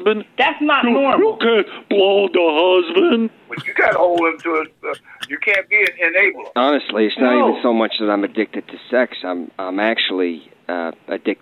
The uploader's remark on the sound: New Phony Phone Call